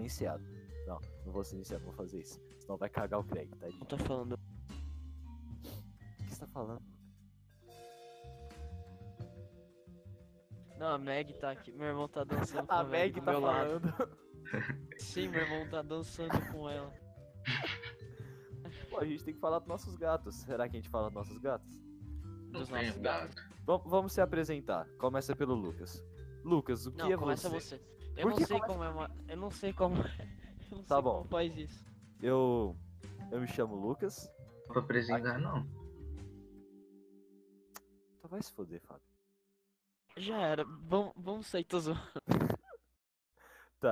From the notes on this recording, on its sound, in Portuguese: Episódio com o audio extremamente baixo, mas foi um teste.